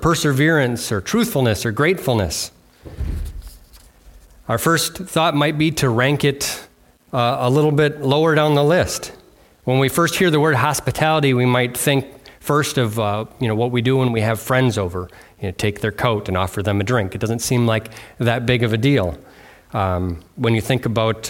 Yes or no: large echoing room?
yes